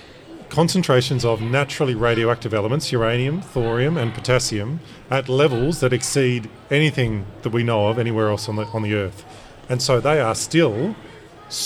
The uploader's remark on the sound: This episode was recorded LIVE during South Australia’s Science Alive event, the STEM Day Out, as part of National Science Week.